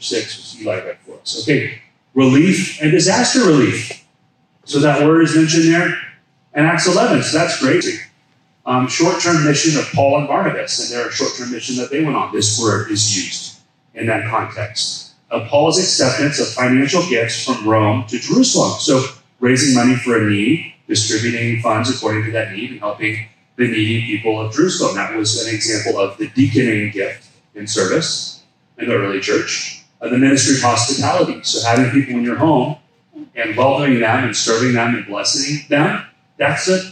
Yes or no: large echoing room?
yes